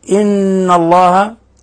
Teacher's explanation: نون مشددة تغن مقدار حركتين · Term: حرف غنة مشدد